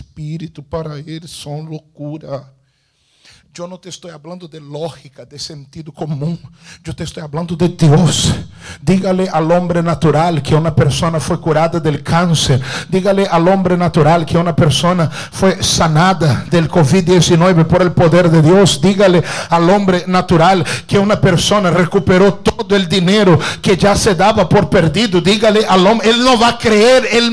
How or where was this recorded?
large echoing room